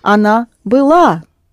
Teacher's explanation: If it's a short one, particularly one syllable word, verb in this case, then when you add another syllable, «а» there, the stress shifts to «а». It happens very often, but there's no rule.